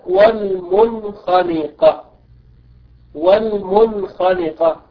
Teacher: ثم نأتي إلى حرف الخاء كقولنا والمنخنقة والمنخنقة، هنا النون أتت في كلمة المنخنقة وأتى بعدها حرف الخاء، لذلك أظهرنا النون